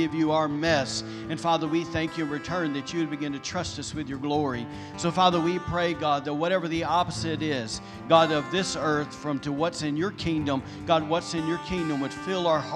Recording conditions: large echoing room